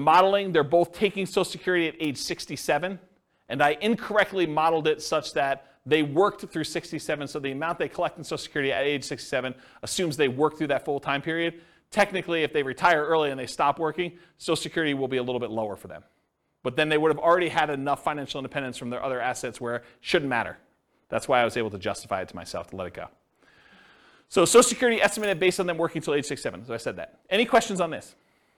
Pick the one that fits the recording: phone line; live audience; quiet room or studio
live audience